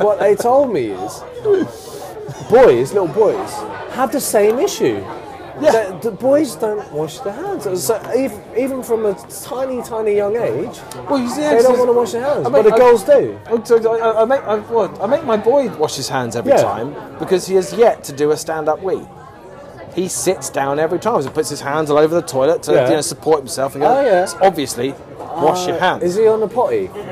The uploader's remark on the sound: Reunited for some pointless waffle in the local spoons. Live from the Masque Haunt, Old street.